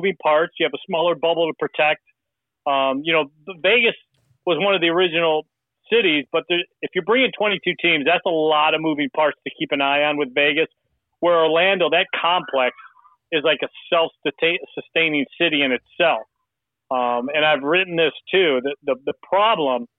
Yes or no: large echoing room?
no